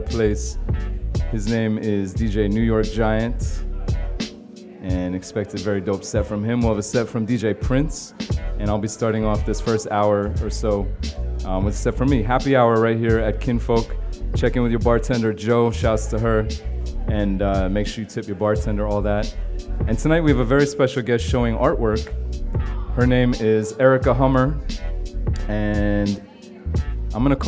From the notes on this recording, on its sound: Originally broadcast live on August 23, 2018 from the storefront of Kinfolk 90 in Williamsburg, Brooklyn, New York City.